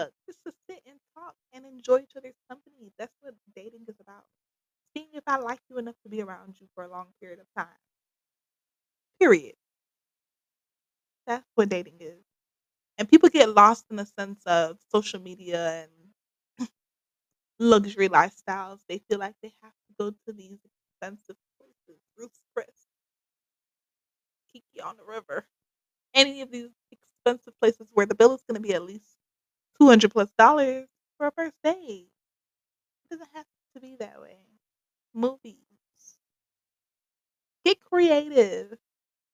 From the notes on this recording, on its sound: Please bare with me with the audio for this episode